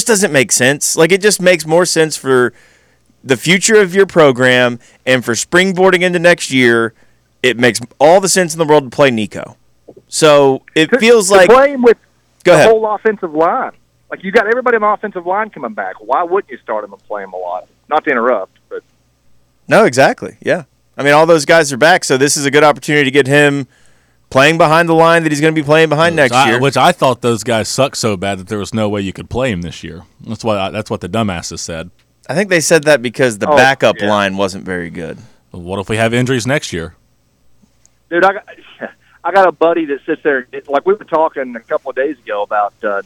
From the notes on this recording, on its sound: Phone Lines -Your Calls